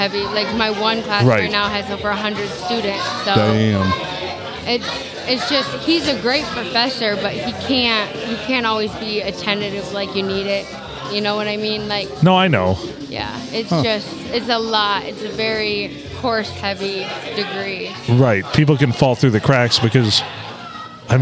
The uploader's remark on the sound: Recorded at the Silver Tavern Deckerville (The Olde STD) on a Friday night.